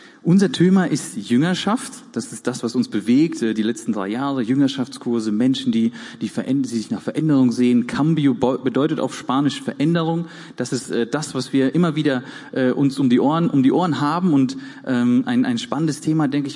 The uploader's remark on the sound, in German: Gottesdienst der Kirche für Bonn